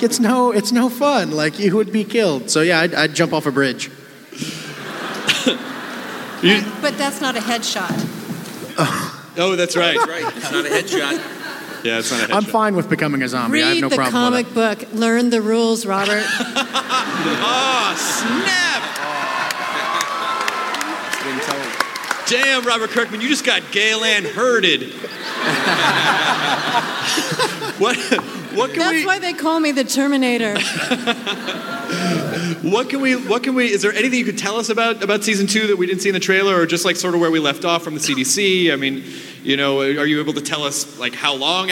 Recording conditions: live audience